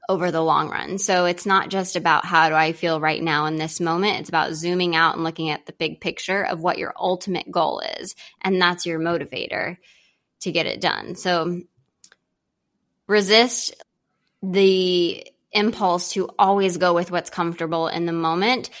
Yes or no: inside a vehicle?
no